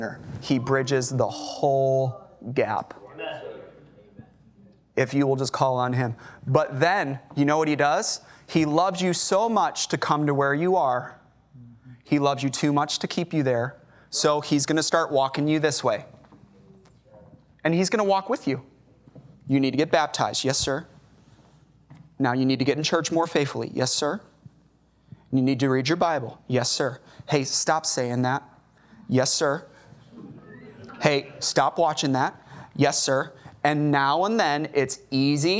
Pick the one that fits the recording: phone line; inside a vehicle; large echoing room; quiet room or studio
large echoing room